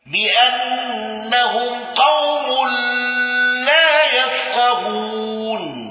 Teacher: بتوسط المنفصل وإبدال الهمز